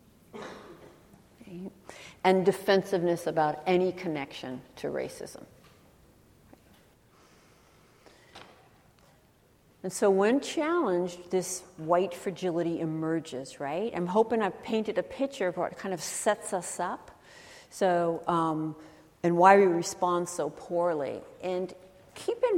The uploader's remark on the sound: She spoke at UW’s Kane Hall on October 26, 2016 as part of the UW Graduate School Public Lecture Series “Privilege and Politics.”